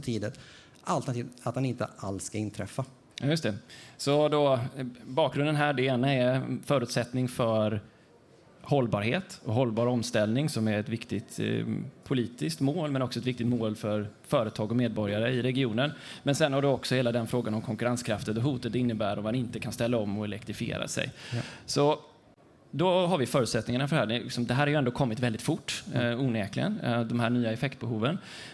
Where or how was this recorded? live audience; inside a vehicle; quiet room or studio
live audience